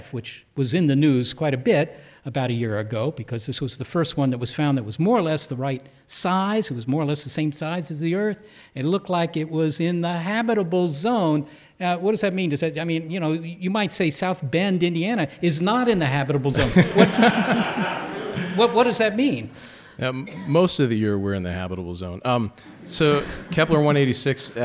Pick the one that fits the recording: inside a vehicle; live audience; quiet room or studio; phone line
live audience